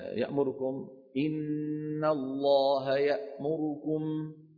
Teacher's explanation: باختلاس كسرة الهمزة من بارئكم وضمة الراء من يأمركم